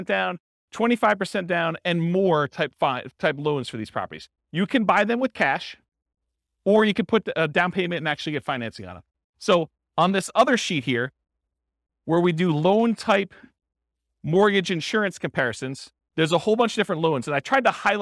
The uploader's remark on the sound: This was a live class recorded